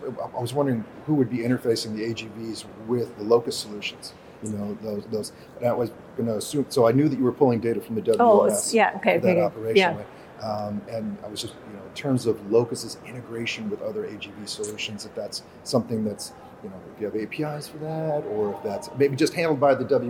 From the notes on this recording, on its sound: On the set of Manufacturing Matters at the Autonomous Mobile Robotics and Logistics Conference, located at the Vision show in Boston